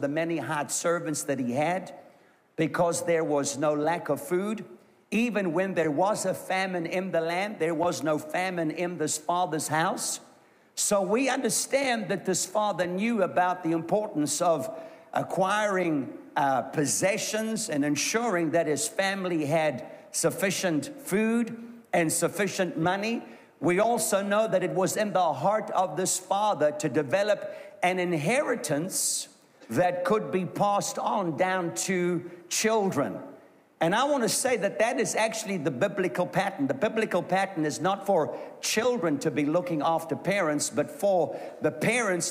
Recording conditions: live audience